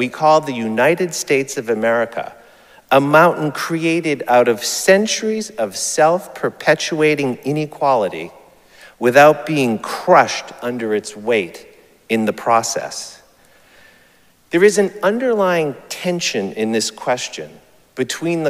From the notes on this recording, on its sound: Recorded live at Arlington Street Church, Sunday, June 18, 2023.